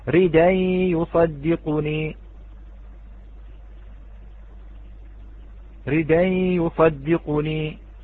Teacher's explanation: قلنا من شروط النقل الخمسة، منها شرط أن يكون منفصلين، وهذا اتصل بين الساكن، اتصل الساكن بالهمز، فاختل الشرط فكان على ورش عدم النقل، ولكنه نقل حركة الهمزة إلى الدال ثم حذف الهمزة